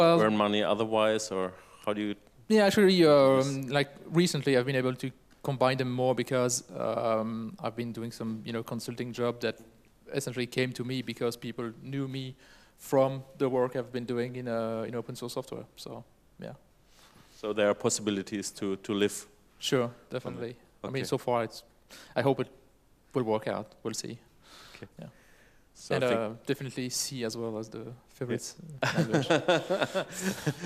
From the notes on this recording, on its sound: Moderated panel discussion with Osmocom developers and public Q&A